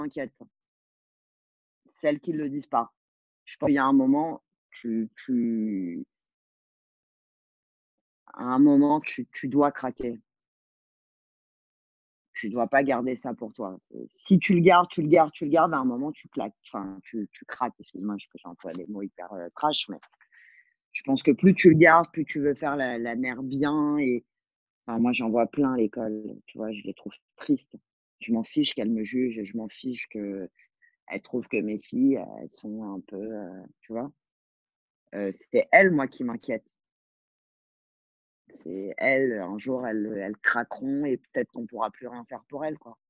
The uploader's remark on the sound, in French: Cet épisode toujours enregistré à distance pendant le confinement